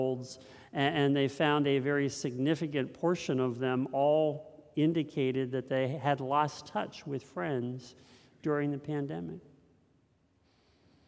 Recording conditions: large echoing room